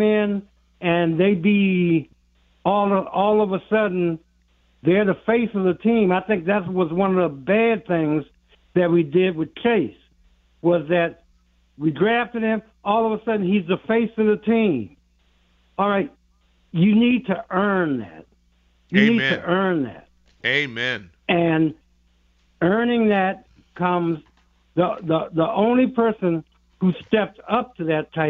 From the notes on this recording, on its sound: Back to the Call lines